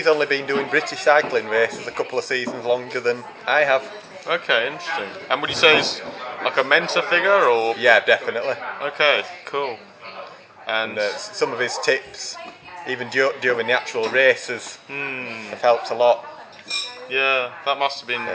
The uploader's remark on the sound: Apologies for any background cafe noise.